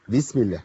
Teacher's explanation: بلاش نخش بقوة على الباء، ما نقولش بيس عشان الباء هنا مكسورة بس